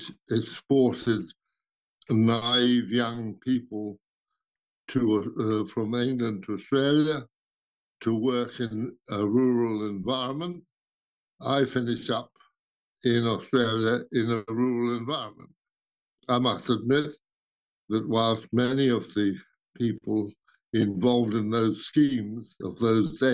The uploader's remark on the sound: over an international Zoom call